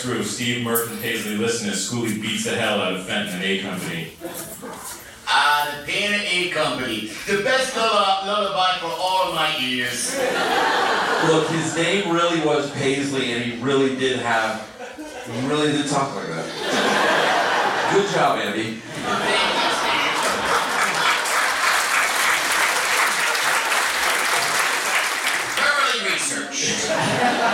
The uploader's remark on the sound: Live table read of C-Company (at SF Sketchfest 2017). You'll also listen to a never-before-heard live table read of C-Company (at SF Sketchfest 2017) performed by some of today's funniest comedic actors.